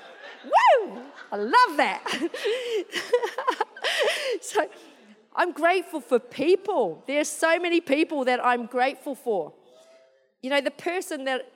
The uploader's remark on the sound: This was recorded in our 5pm service on the 11th of December, 2022